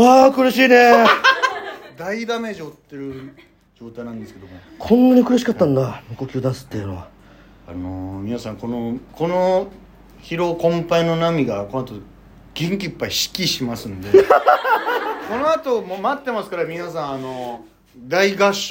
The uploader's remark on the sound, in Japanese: 第4回トークライブ公開収録』 from Radiotalk。